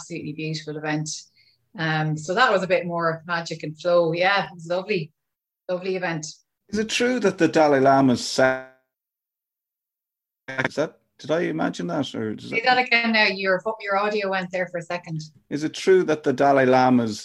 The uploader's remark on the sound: I've never met her in person but we had such a great chat on Zoom.